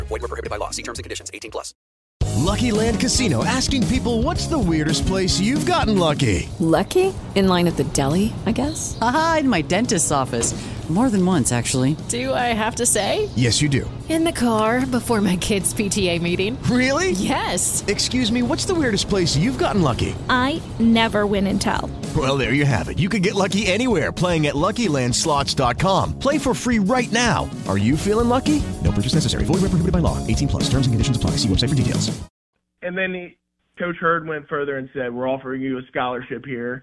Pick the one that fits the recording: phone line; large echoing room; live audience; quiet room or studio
phone line